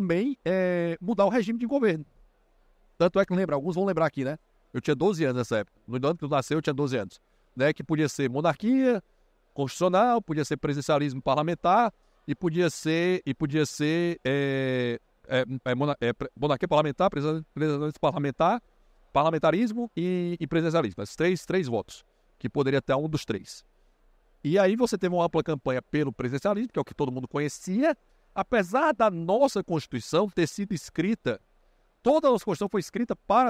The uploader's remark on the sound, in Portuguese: foi gravado em abril de 2023, no Fórum da Liberdade